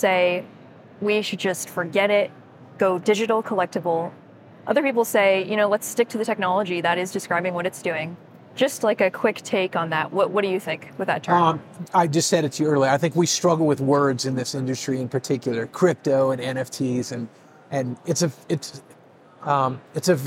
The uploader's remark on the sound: Live from Consensus 2023